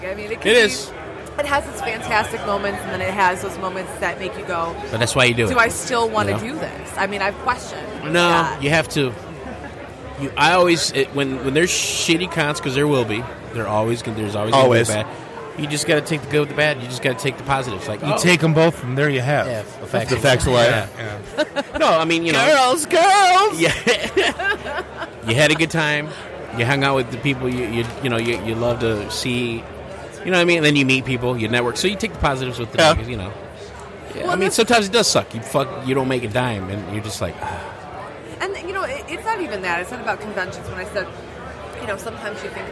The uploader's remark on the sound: Live from Astronomicon